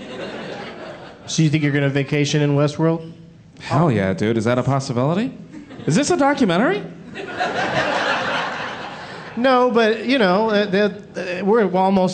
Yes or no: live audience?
yes